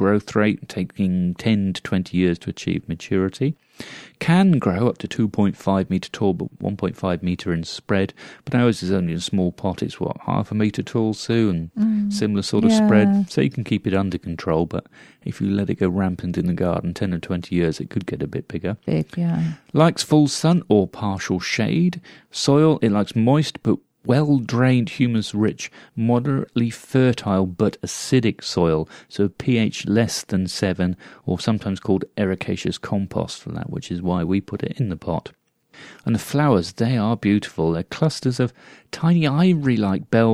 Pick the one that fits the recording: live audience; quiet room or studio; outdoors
quiet room or studio